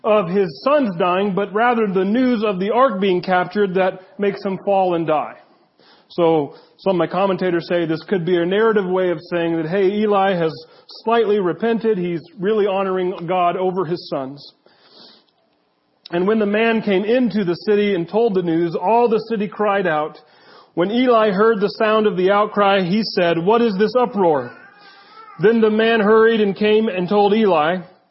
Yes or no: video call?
no